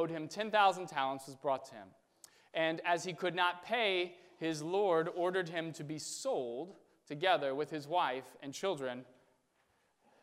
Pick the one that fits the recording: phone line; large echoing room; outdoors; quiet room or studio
large echoing room